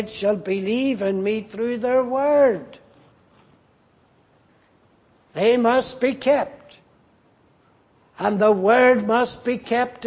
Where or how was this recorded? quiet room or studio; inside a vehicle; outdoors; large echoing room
large echoing room